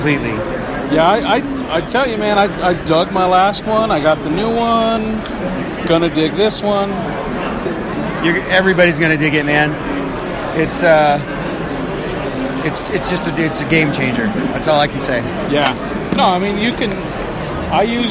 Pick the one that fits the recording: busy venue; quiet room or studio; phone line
busy venue